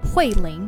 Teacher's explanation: Okay, so it's fourth tone and second tone.